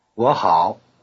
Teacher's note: Remember that 我, I, normally in the low tone, becomes 我 in the rising tone before the low tone of 好. Saying two low tones in a row is always avoided in this way.